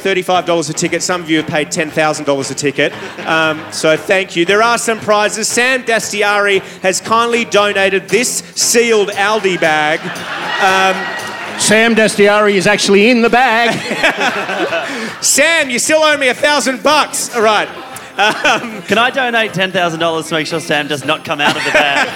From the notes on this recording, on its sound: LIVE from the #CanberraBubble. Recorded live at The Street Theatre. A huge crowd, thirsty for satire or maybe just starved of any kind of entertainment, turned up for the best show we’ve ever done in Canberra*.